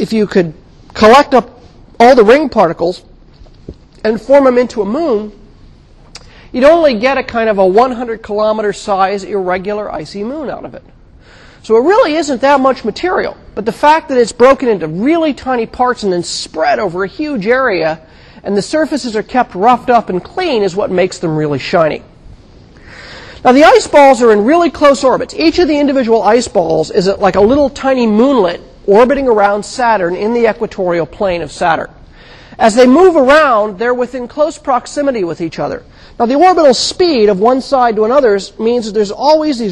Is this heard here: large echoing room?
yes